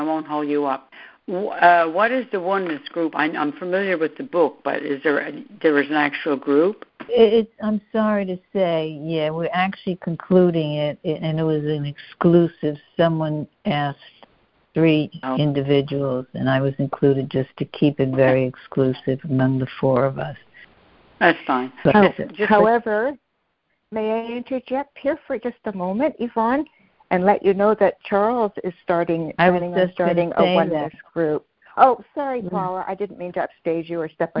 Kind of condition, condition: link, phone line